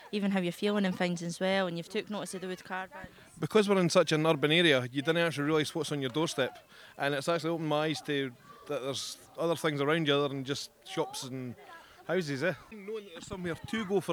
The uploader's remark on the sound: Chat with participants on the Walk A Smile event held in the Rabbit Braes in Kirkcaldy with a picnic afterwards at the Linton Lane Community Centre.